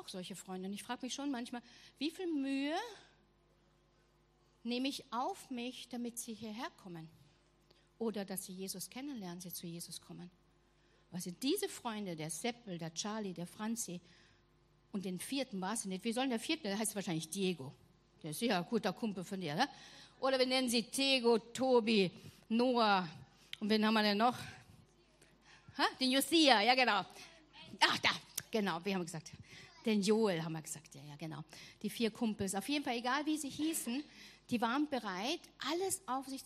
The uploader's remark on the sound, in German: Gottesdienst zum Schulanfang aus der LIFE Church Wien